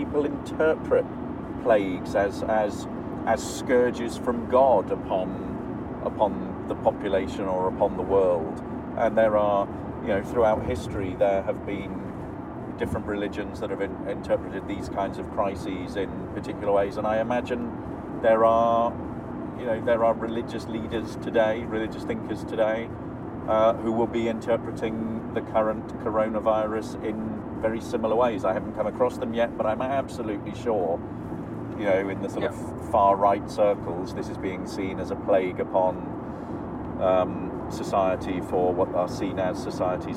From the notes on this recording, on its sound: Impromptu brain explosion recorded in the car! (so apologies for not ideal sound quality).